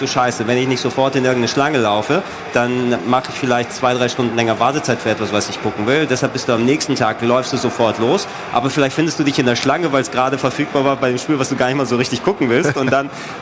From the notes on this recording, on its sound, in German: Wir sind das erste Mal live! Von der Rocket Beans-Bühne in Halle 7.